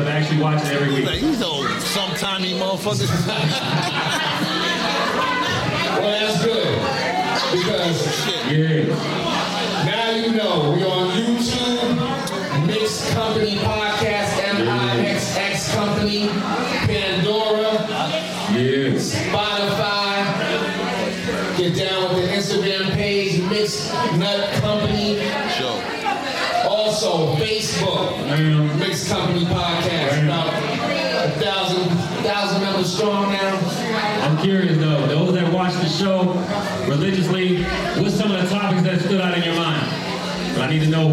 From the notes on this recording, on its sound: MixxNutts crew films live on location at Rookies Sports Bar - Oceanside, Ca.